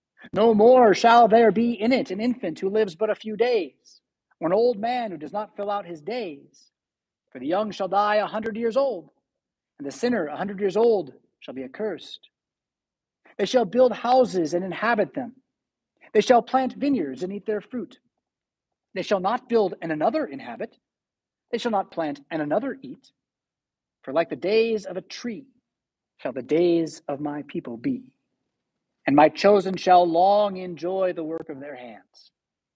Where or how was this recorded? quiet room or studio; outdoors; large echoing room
large echoing room